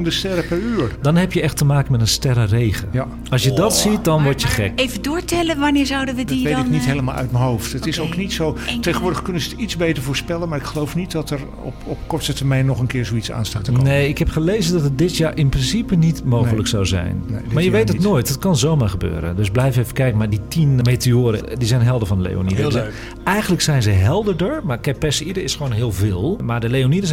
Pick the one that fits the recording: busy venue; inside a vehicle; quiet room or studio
busy venue